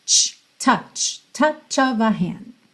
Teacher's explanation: Atenção que essa frase tem arzinho. Esse arzinho que sai tanto no T, t, t, quanto no CH.